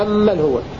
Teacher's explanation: بتشديد الميم على أنها أم دخلت على من الاسم الموصول فصارت ميم مشددة